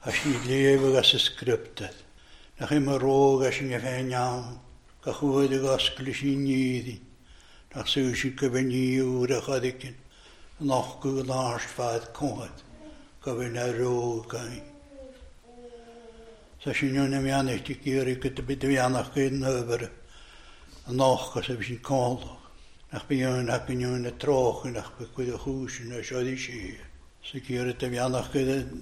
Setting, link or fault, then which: setting, large echoing room